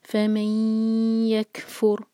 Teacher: اور یہاں پر را ساکن ہے، را ساکن سے پہلے دمہ، تو را ہمارا ہیوی ہونا چاہیے